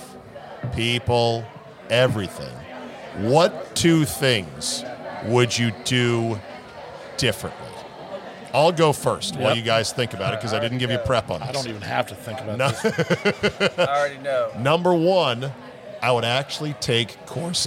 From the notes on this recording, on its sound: Recorded LIVE at DC Prime Steaks and Seafood in Ashburn, VA.